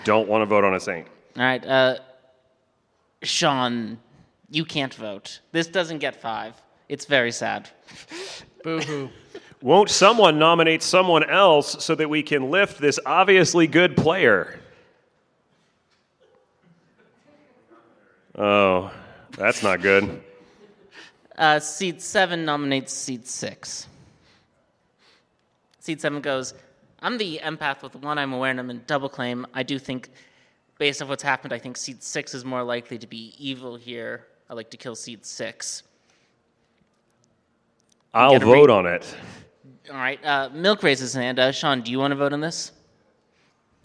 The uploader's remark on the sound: Grim Scenarios Live! From Las Vegas